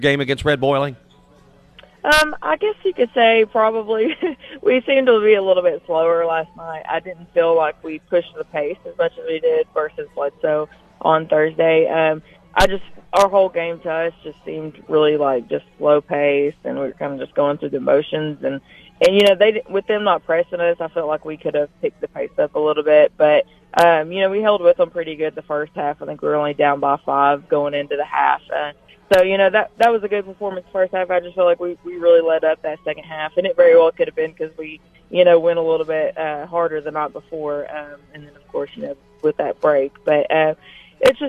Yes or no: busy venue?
yes